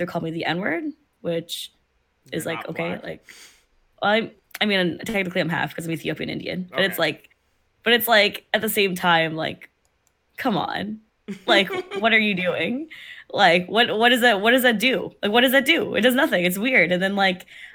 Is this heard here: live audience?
no